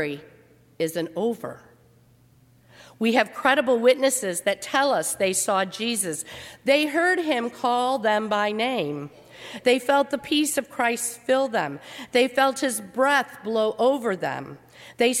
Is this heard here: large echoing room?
yes